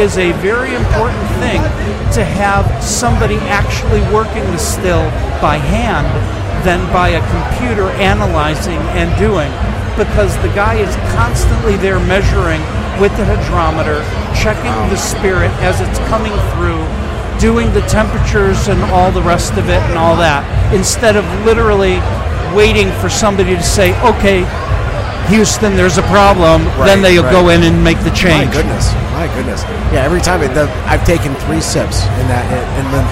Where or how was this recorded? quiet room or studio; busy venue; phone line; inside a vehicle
busy venue